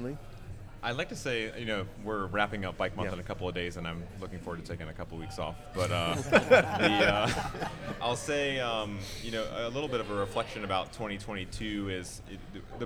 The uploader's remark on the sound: This week is a Live episode recorded at Starr Hill Brewery as a part of Bike Month 2022 in Richmond, VA. There was an awesome panel assembled to discuss biking in the area.